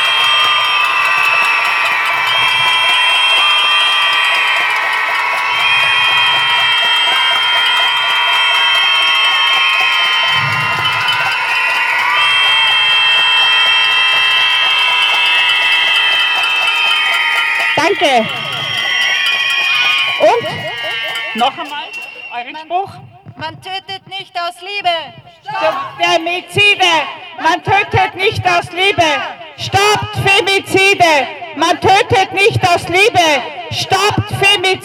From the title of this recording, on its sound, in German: O-Ton] Schreitag gegen Femizide am 1. März 2024 in Wien